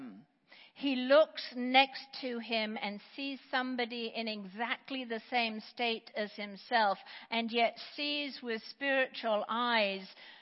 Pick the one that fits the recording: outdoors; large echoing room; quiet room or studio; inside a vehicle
large echoing room